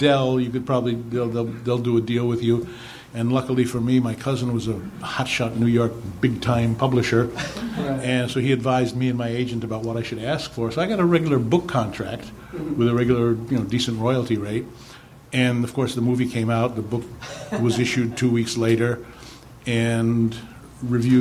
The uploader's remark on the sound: Recorded live at Nerdmelt on August 4, 2013.